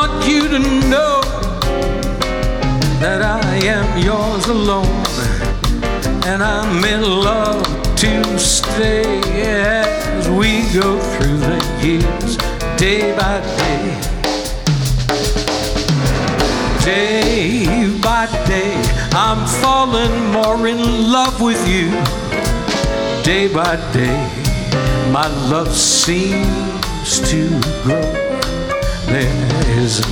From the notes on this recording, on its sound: Live at the South Point Casino